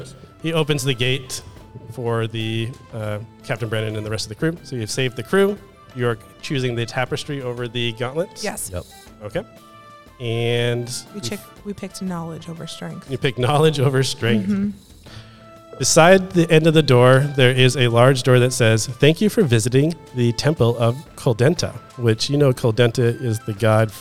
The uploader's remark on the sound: LIVE! Gen Con 2023.